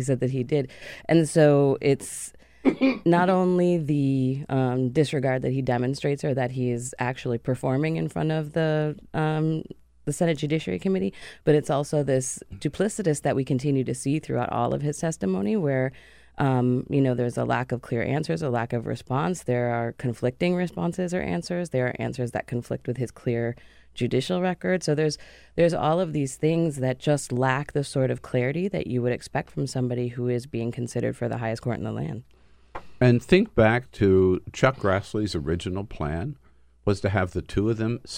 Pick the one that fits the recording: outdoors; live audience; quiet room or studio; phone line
quiet room or studio